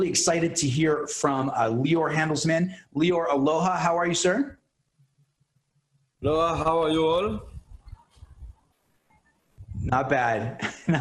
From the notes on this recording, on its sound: Our first Zoom Webinar! Aired on AMFM Radio in Maui County and subsequently Podcasted!